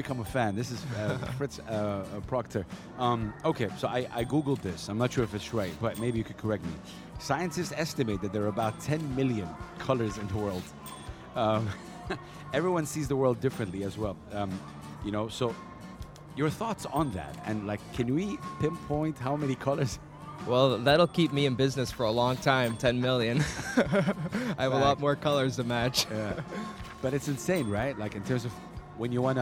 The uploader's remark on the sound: Live from SIBF 2023